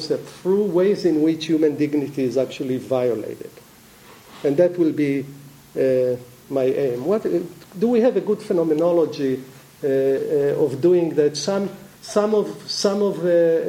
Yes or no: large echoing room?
yes